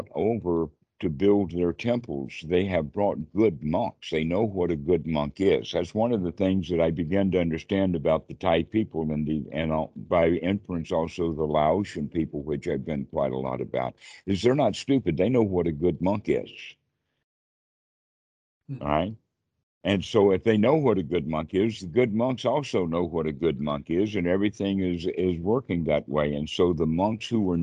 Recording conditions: video call